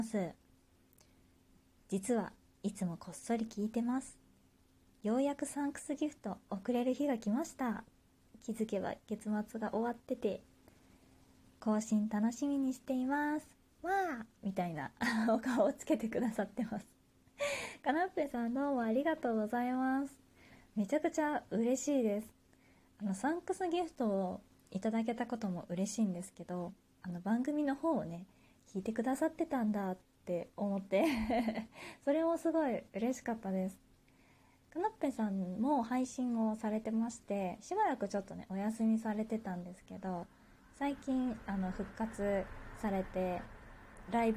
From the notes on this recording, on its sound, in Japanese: 自宅でスマホによる収録のため様々な騒音が収録されています、ご了承ください